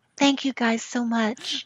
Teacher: She's a little more whispery. A little more whispery. A little more breathy.